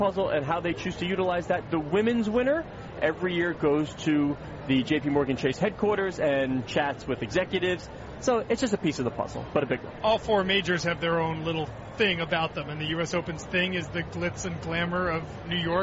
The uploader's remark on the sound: Live from the 2016 US Open.